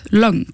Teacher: Það er líka hægt að hafa vestfirskan framburð í orðum það sem þú ert með ö, á undan NG og NK en ekki A, þannig að þú getur sagt langur en þú getur þá líka sagt löng í stæðum fyrir löng.